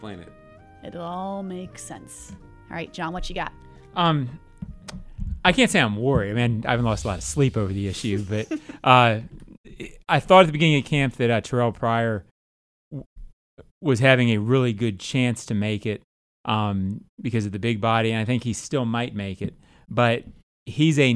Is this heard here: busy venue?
no